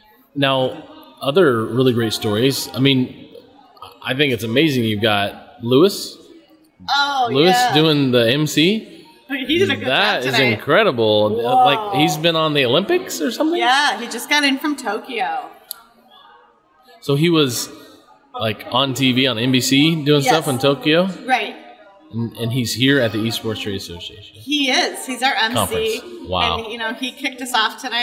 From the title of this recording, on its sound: Live From EsportsNext